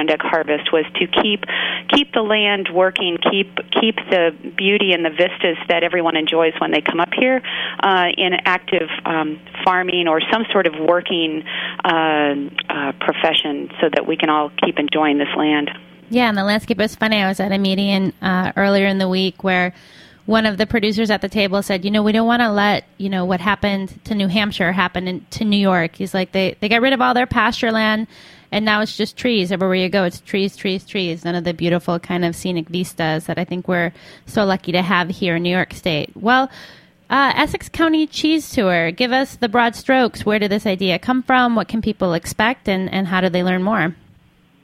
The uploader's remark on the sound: joins the show via phone